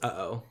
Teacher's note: that's one thing that is very, very rare in English is the glottal stop. The only great example is uh-oh.